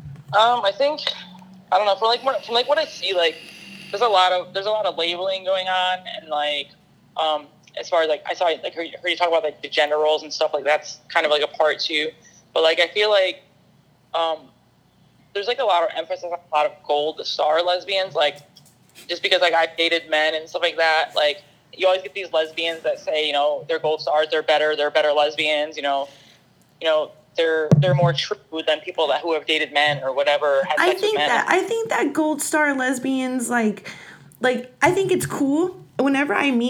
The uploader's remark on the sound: Had a great time talking over the phone!